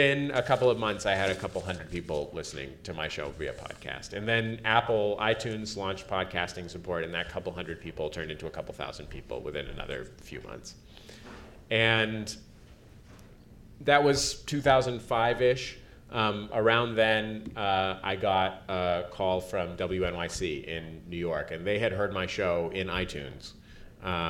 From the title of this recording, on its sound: Panel at #Media99 Summit